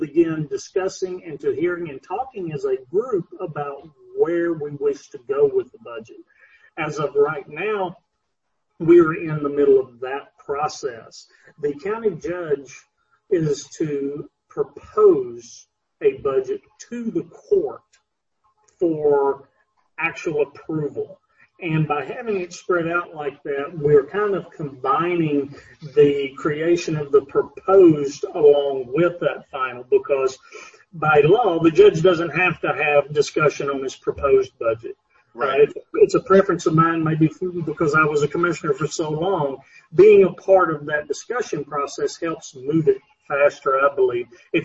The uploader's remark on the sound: This interview was recorded via Zoom